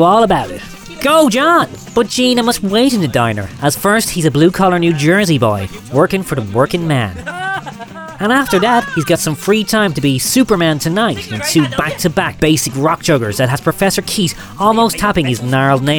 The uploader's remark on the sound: goes on location to Dangleberry Farm for a special broadcast